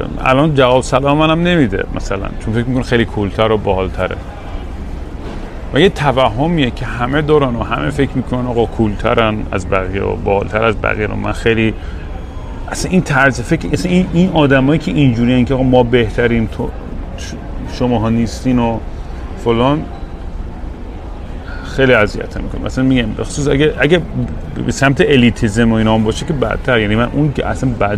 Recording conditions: busy venue